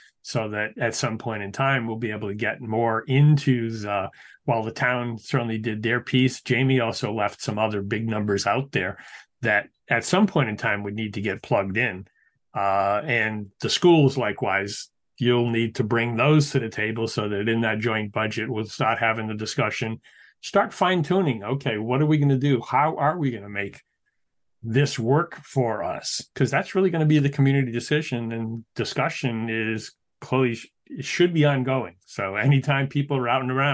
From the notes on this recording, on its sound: We had our conversation via Zoom.